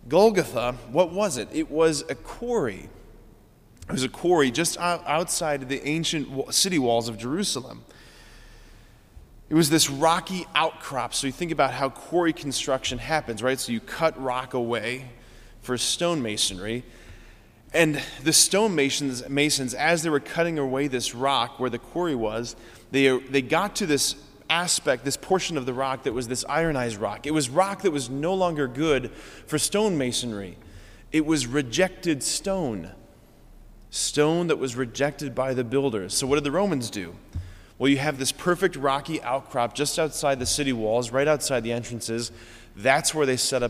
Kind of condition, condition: setting, large echoing room